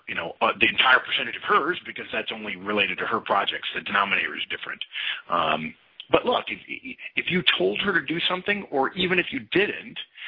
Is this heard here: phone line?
yes